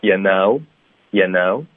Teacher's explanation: 那 you 我们就会弱读成 yeahyeah， know 没有变化，可是注意双元音 know